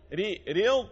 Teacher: مفخمة مغلظة وفيها صفة الاستطالة · Term: الضاد المفخمه